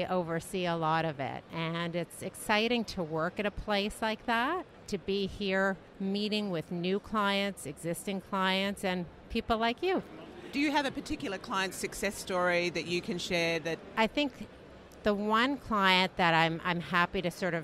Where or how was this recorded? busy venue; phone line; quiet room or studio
busy venue